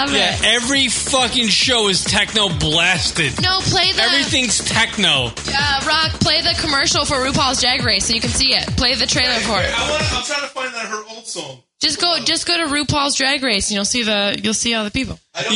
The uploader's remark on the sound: New LR Studio. Open phone lines.